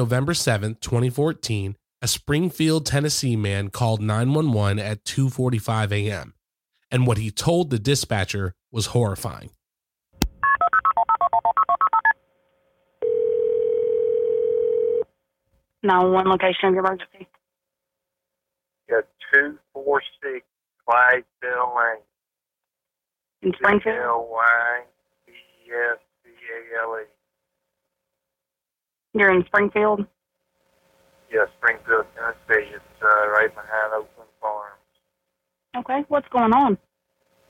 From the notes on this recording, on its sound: WARNING** Graphic 911 Audio From Springfield Homicide.